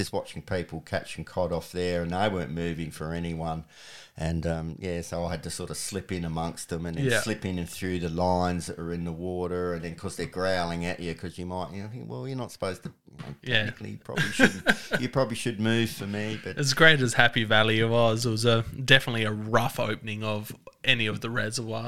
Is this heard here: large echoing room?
no